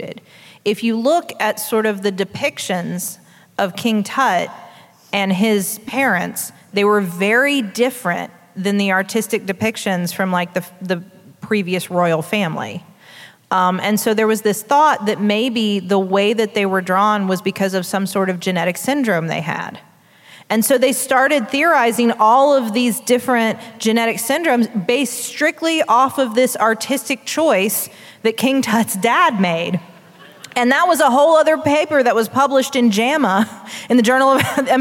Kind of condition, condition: setting, live audience